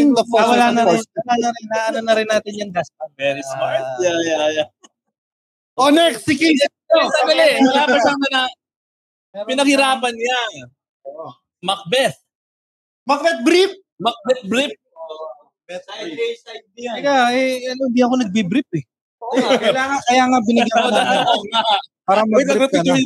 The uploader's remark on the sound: live at De'Ja Brew